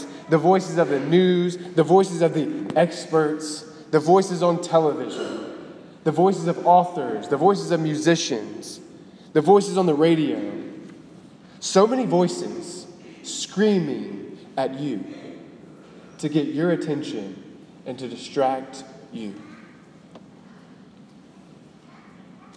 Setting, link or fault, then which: setting, large echoing room